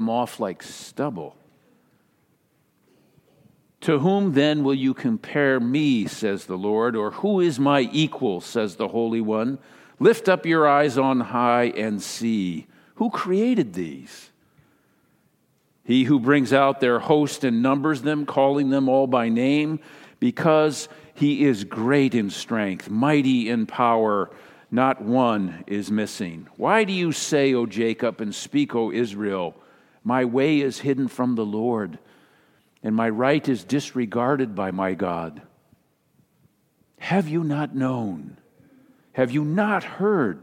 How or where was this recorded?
live audience